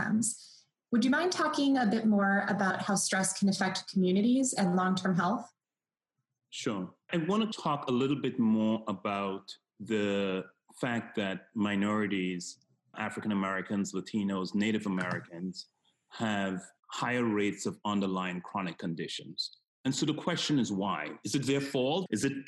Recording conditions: video call